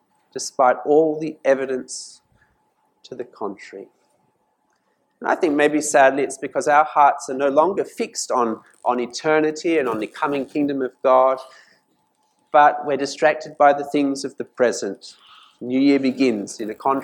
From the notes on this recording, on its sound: This sermon was preached at St Mary's Cathedral, KL on 6th January 2019.